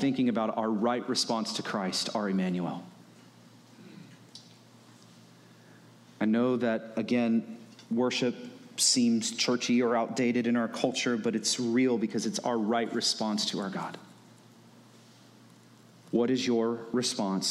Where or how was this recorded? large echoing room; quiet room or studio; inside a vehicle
large echoing room